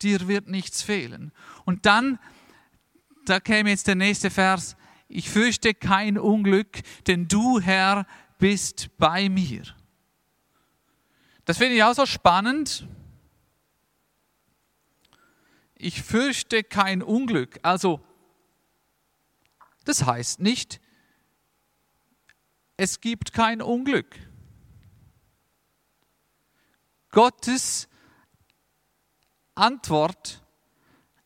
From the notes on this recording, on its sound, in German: aus dem Missions-Gottesdienst der Missionsberg-Gemeinde (Liebenzeller Mission)